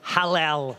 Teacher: Just get that guttural, throaty sound going, halal. Halal.